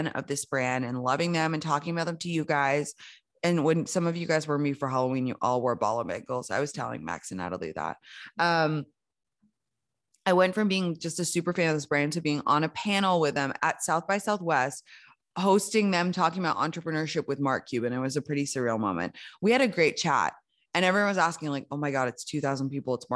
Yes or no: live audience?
no